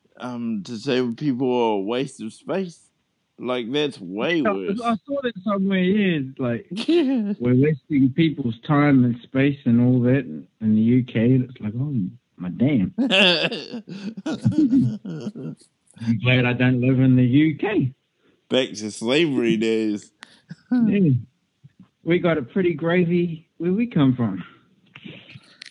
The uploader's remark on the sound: I catch up with my best friend via phone